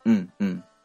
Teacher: 口を完璧に閉じた状態で、えー、うんうんと、まあ、うなずくような感じで、うんうんといえば、これがあ M の発音になります